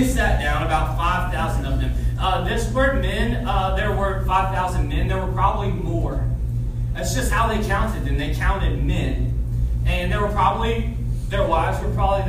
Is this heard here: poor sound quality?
yes